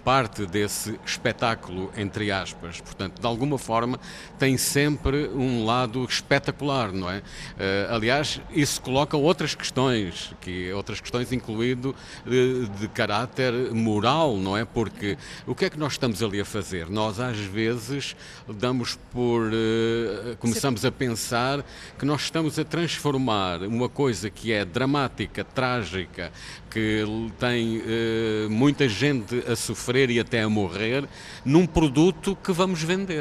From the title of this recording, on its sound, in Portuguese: em direto do Festival Literário da Madeira